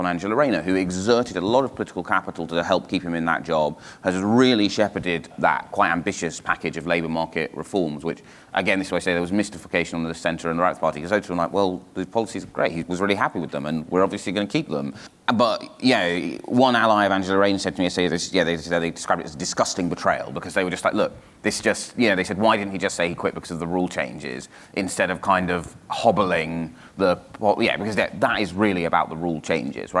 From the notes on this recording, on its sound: Host a live recording of the New Statesman podcast at the Labour Party Conference in Brighton. Then in You Ask Us they take live questions from the audience.